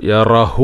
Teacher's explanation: യറഹ റാ കഴിഞ്ഞിട്ട് ചെറിയ ഒരു ശ്വാസം പുറത്തേക്ക് വിടുക, കാറ്റ്